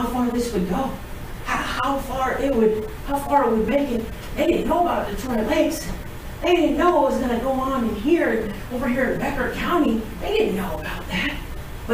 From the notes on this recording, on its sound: We apologize for the audio.